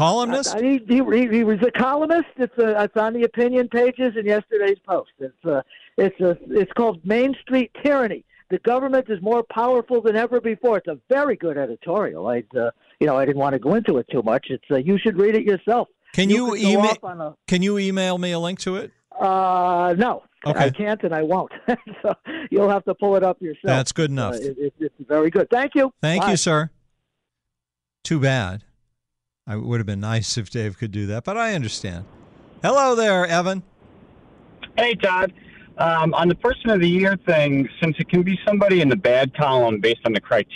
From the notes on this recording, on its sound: The live phone calls that accompany them.